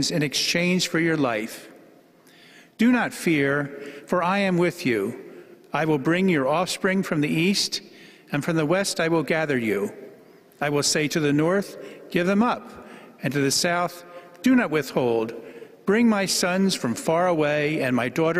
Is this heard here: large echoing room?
yes